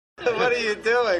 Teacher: Percebeu o flap T no final de what?